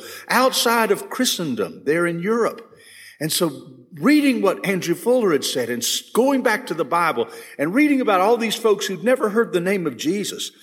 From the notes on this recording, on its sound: This session was recorded at First Baptist Church Hendersonville, NC on June 8, 2022.